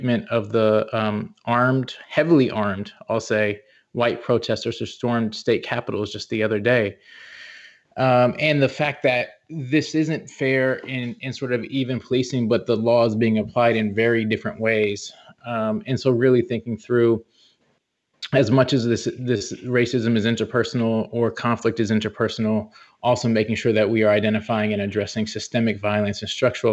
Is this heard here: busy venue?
no